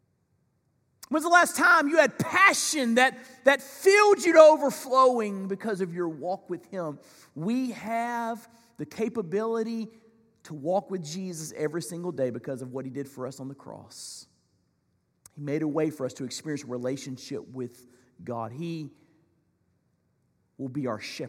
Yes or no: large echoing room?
yes